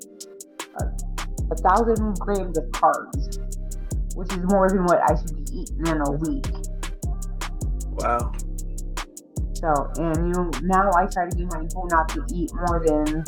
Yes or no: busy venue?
no